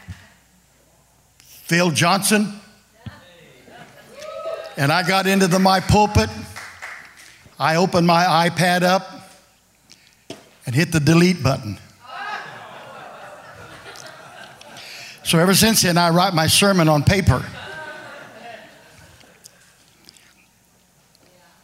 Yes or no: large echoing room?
yes